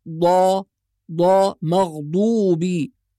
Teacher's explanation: الضاد التي تخرج من حافة اللسان · Term: الضاد الفصيحة